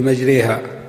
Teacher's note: فأمال الفتحة والألف في قوله مجريها. ونطقها من باب التقريب هو يشبه نطق الحرف الأول في اللغة الإنجليزية، فتنطق كما ينطق الحرف الأول في اللغة الإنجليزية. · Term: الإمالة